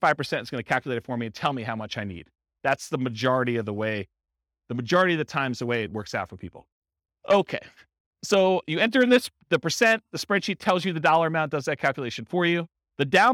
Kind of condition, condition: setting, live audience